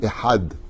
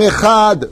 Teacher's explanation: Tu as changé le, le het en chaf.